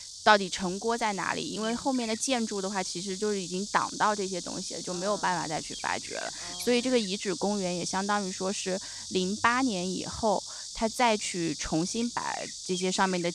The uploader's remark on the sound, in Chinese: 参观了杭州良渚文化中心（由安藤忠雄设计）和良渚博物院（由大卫·奇普菲尔德设计）。全程都是在室外录音的，背景声里还录到了蝉鸣、鸟叫、飞机、甚至还有卖臭豆腐的小摊儿。由于收音效果不太好，录音较轻，可能麻烦大家听节目时调节音量了。